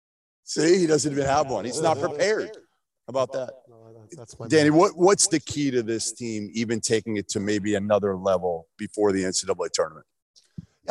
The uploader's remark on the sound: LIVE from the Big East Tournament in Madison Square Garden!